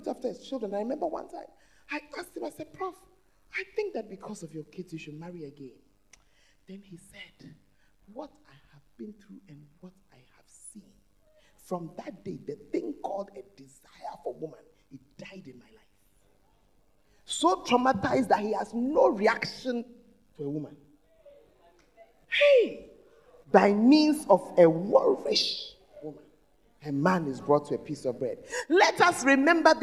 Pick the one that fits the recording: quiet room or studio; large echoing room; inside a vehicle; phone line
large echoing room